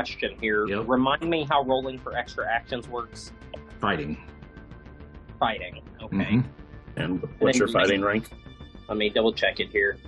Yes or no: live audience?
no